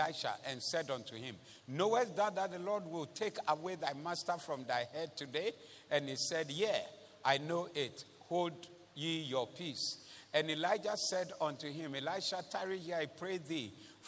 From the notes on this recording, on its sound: Preached at the Thanksgiving Service Convention Day 2